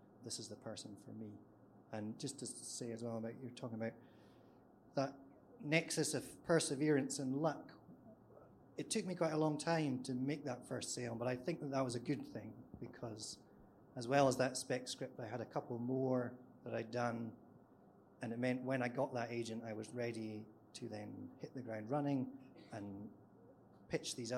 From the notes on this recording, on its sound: This episode is a live recording of our special writer's panel discussion at the New Voice Awards 2020.